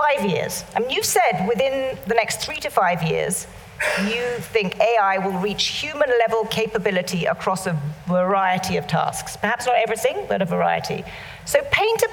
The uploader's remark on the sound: live at the Tabernacle theatre in London